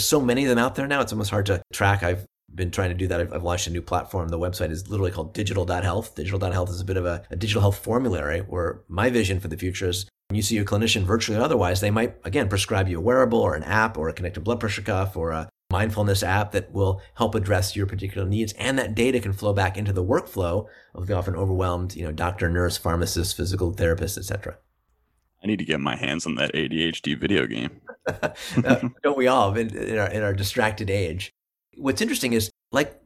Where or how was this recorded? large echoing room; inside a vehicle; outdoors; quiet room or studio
quiet room or studio